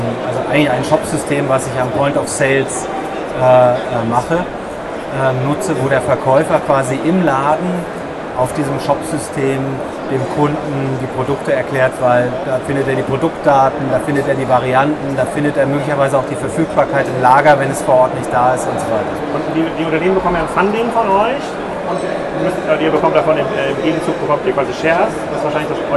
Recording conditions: busy venue